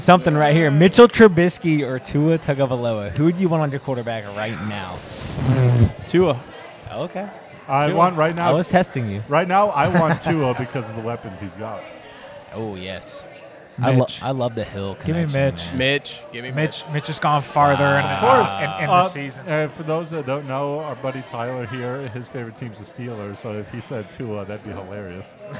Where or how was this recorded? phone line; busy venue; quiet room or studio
busy venue